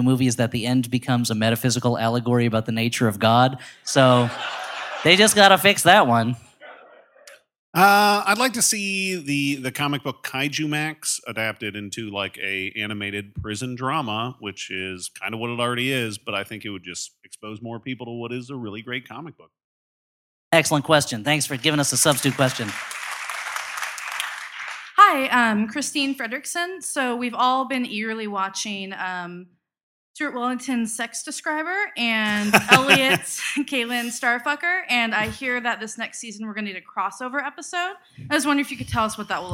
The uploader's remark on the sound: We dig out a live show from the vaults. Specifically, our San Francisco show.